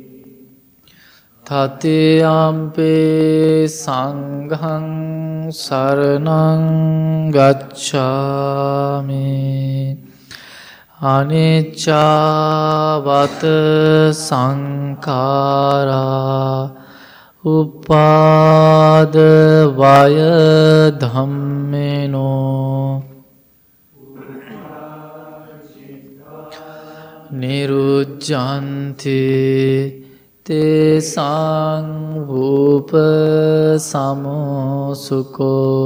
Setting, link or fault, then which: setting, large echoing room